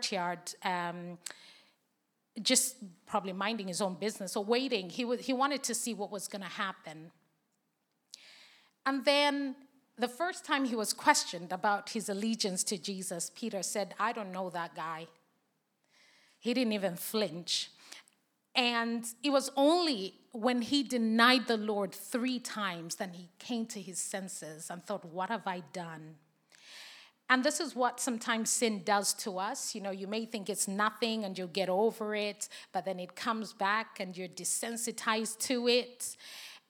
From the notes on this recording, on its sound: Recordings taken from the SA Worship Conference 2023 at William Booth Training College.